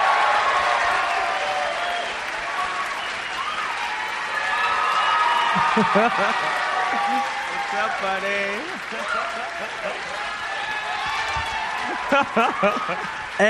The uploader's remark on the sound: taped in Seattle, WA at Bumbershoot Arts and Music Festival